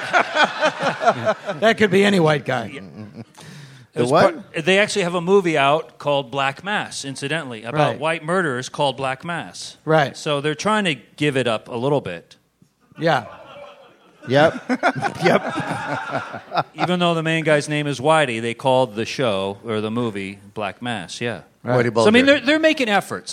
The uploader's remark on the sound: live from SF Sketchfest